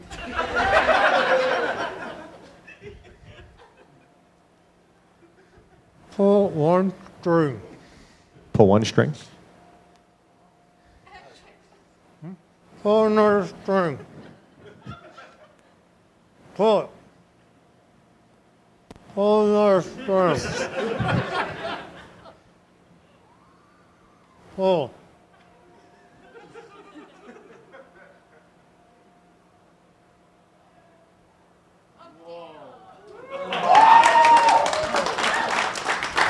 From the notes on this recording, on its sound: live at the ATC Comedy Festival in Phoenix, AZ